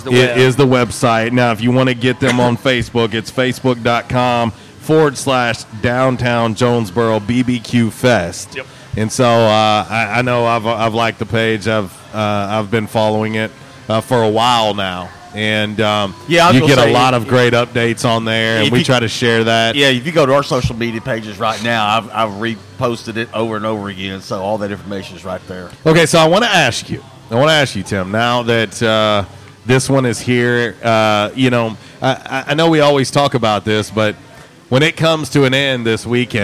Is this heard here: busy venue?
yes